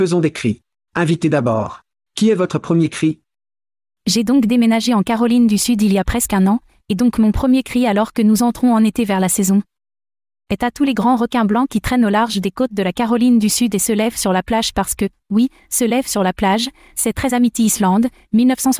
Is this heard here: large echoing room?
no